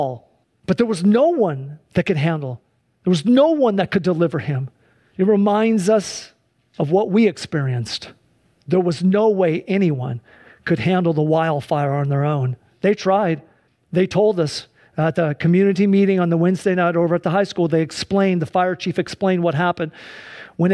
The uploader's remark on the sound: Sunday church service livestream